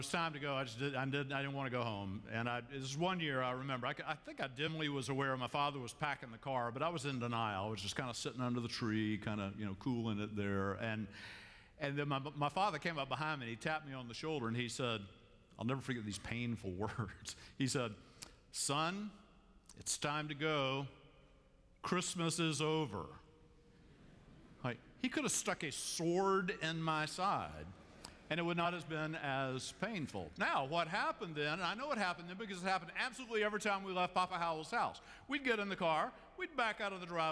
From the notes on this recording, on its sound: Christmas Eve Candlelight. Live from Myers Park United Methodist Church in Charlotte, North Carolina.